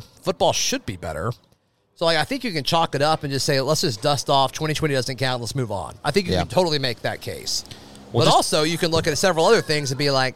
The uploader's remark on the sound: Broadcast live from Baumhower's Victory Grill in Auburn.